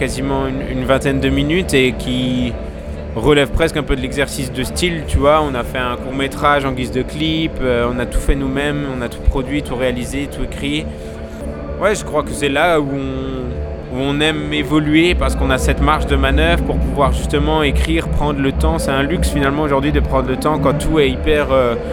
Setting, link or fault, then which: setting, busy venue